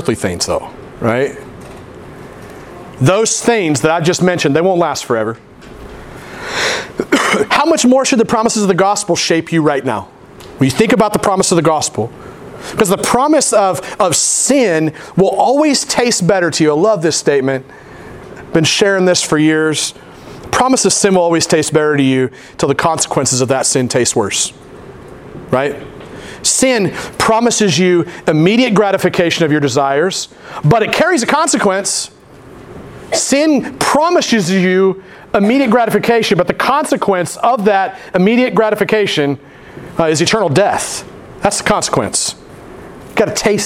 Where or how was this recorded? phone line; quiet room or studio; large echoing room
large echoing room